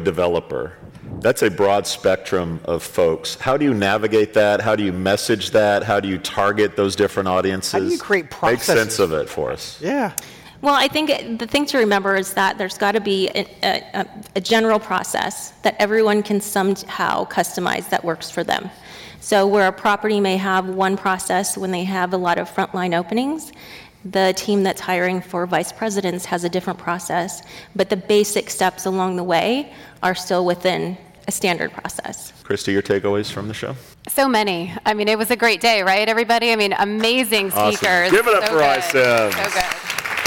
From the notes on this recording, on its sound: LIVE at iCIMS Inspire. The LIVE onstage energy is back with this performance.